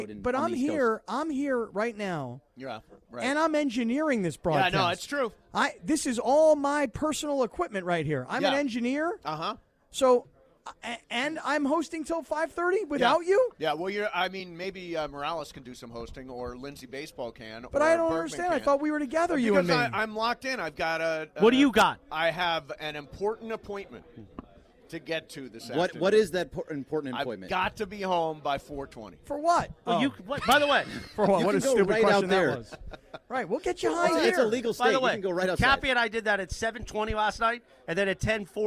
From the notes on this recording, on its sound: Live From Sunday Swagger HQ! LIVE at Sunday Swagger in Yorba Linda!